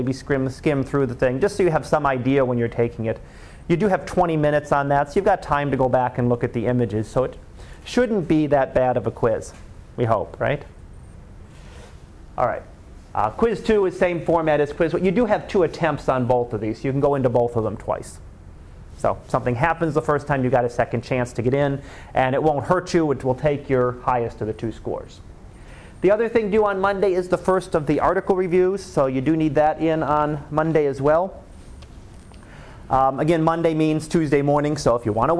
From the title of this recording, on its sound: Live Class Lecture